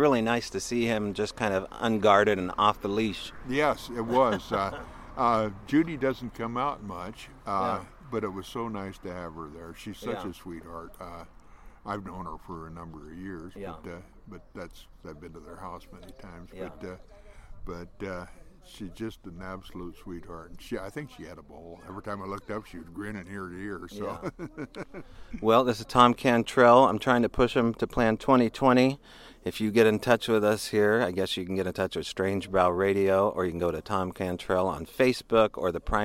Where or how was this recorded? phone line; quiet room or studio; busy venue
busy venue